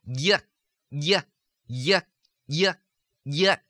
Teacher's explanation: feel the pulling away of the tongue down, away from the soft palate and the vibration racing into the space that has then opened up between the back of the tongue and the soft palate. So, yuck, yuck, yuck, yuck, yuck. · Term: yuh diphthong